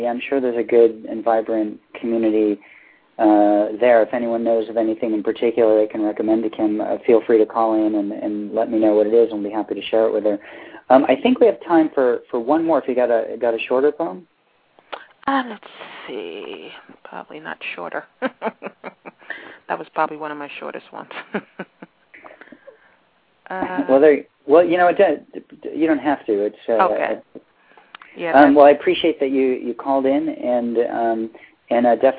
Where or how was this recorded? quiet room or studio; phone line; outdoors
phone line